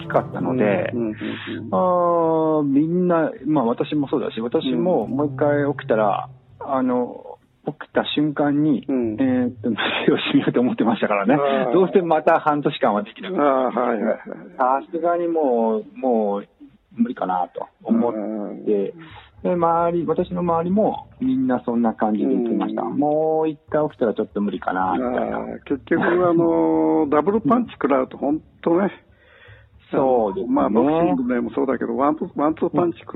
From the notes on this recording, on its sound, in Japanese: 房総・八角堂のスタジオから。台湾在住者に電話インタビュー。